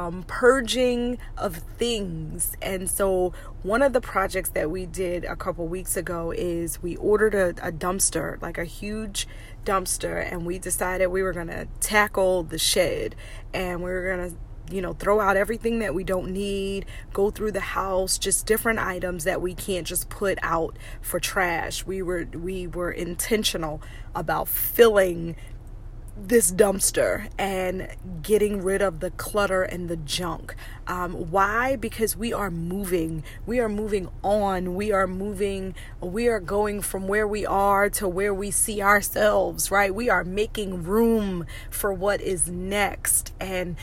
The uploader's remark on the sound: Car Conversations. Let's just have a quick chat in the car!